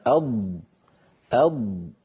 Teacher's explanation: هذا الحرف الذي يخرج من حافة اللسان اليمنى أو اليسرى أو منهما معا. هذا الحرف الذي وهو حرف الضاد، لما يقول أحدنا أض هكذا، فإن كل هذه المنطقة تنقفل، كلها تنقفل ولا يبقى مجال للصوت أن يمر.